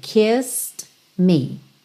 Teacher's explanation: O E não é pronunciado. Então, do S, você vai pro D.